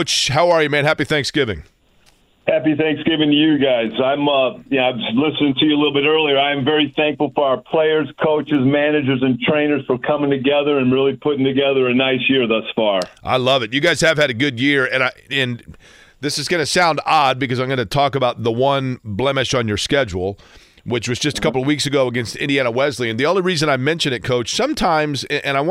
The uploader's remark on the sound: opens the phone line up for listeners